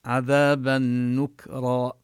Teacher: و نمد الألف بعذابا، والتنوين حكمه هنا الإدغام بغنة، جاء بعد التنوين حرف النون فندغمه ونشدد النون من نكرة، وننتبه لغنة النون المشددة عذابا نكرا.